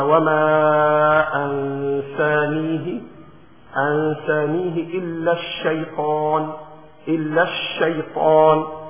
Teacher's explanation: بالتفشي. فإذا كانت الشين مشددة فيسموه بالتفشي، يعني تنطق الشين بإخراج أو بقوة